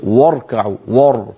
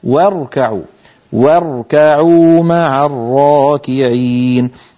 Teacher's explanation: الواو مرققة والراء مفخمة · Shown in: second take · فإن الفم أسهل عليه فينطقهما كلاهما مفخمين، هكذا يقول واركعوا ور، والعرب لا تفخم الواو، لابد أن نقول واركعوا واركعوا مع الراكعين.